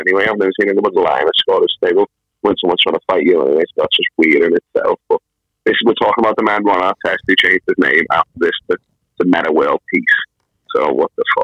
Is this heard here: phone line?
yes